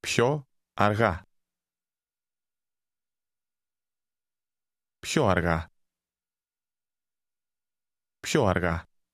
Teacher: Notice how the two words run together to sound like one.